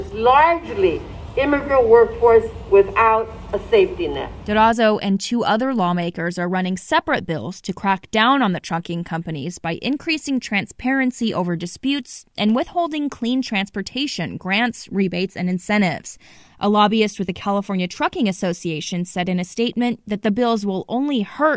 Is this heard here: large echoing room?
no